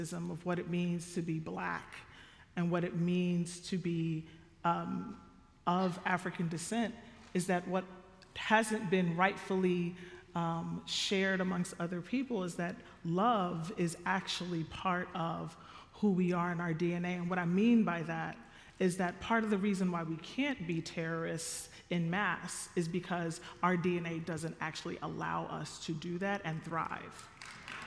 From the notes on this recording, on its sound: It was recorded in front of a live audience of more than 1000 at Westminster Presbyterian in Downtown Minneapolis on May 20, 2023.